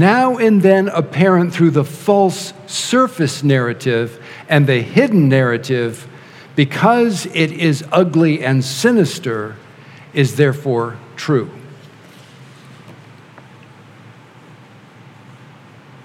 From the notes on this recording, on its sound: our band leads us all in singing